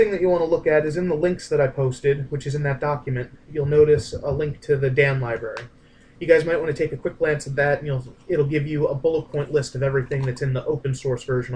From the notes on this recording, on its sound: This hangout is recorded